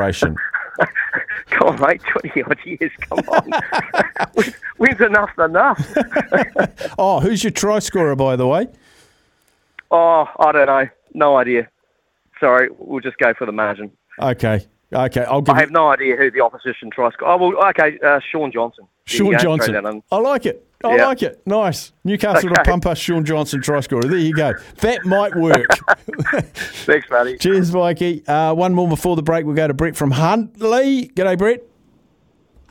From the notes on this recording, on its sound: Listeners call